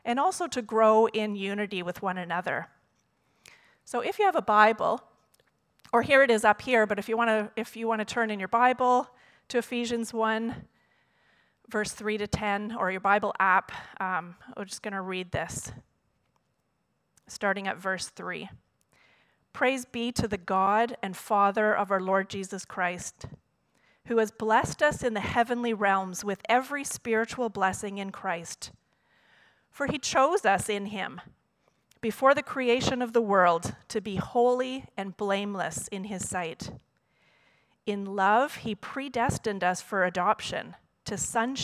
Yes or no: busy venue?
no